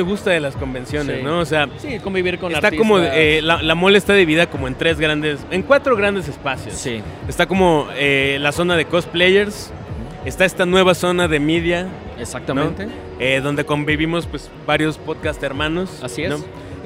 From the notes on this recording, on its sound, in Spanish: Primer programa grabado desde la Mole.